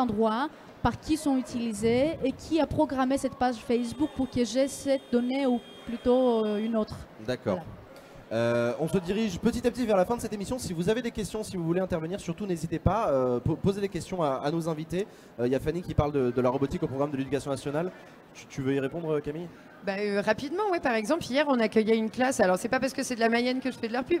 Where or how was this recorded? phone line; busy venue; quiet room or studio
busy venue